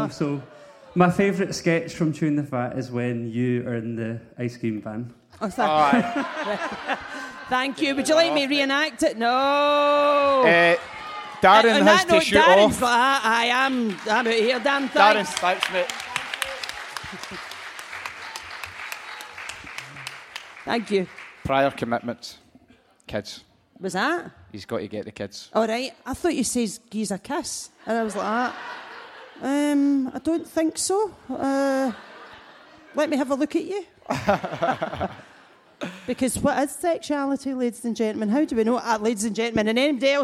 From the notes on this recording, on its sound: Live at St Luke’s. The first ever Blethered Live show at St Luke's.